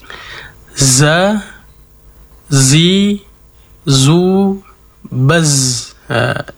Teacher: Hurufnya ada tiga, zai, sin, sod. Ketiga huruf ini memiliki sifat as-safir, yaitu berdesisnya suara ketika diucapkan.